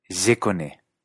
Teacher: a veces la gente puede dejar de pronunciar algunas L's intervocálicas.